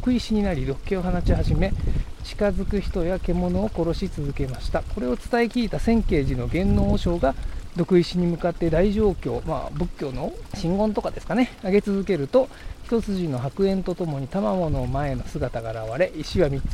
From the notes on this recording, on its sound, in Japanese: 栃木県那須にある「殺生石」。現地で収録したレポート。